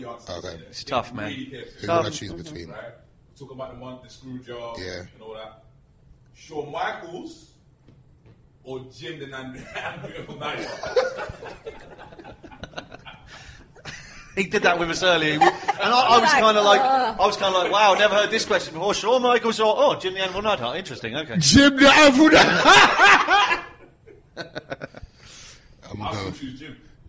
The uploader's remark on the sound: celebrate live at the 02 indigo